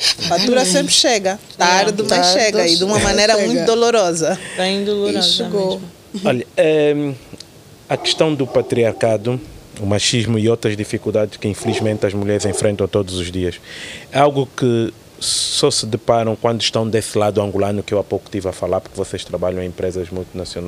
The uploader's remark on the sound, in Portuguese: Neste um episódio especial, gravado no terraço de um prédio nos Combatentes.